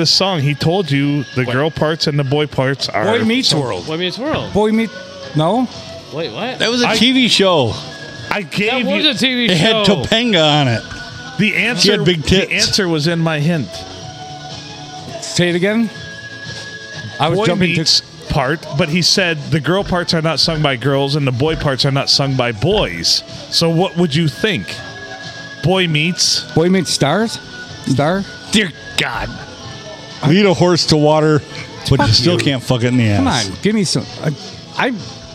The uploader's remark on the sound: Recorded at the big old round table at the Blue Water Inn and Sports bar on a Monday!